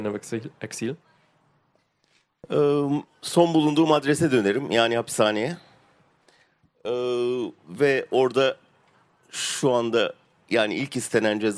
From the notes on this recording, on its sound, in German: auf der Hauptbühne beim Campfire-Festival in Düsseldorf